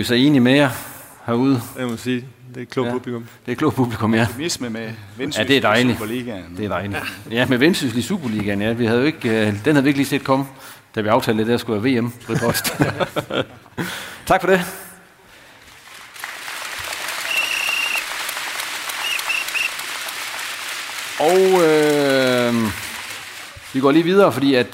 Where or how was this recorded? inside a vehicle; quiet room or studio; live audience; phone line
live audience